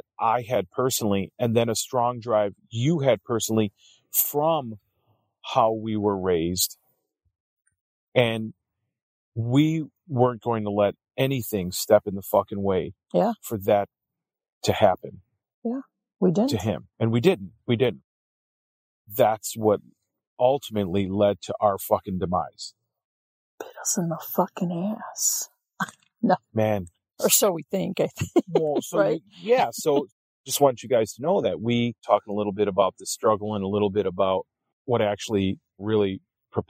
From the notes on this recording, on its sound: We're recording this one on the road, from our Overland trailer in Alpaca, Wisconsin. So, you'll hear the calming sounds of nature, birds chirping, and the crackle of a fire in the background.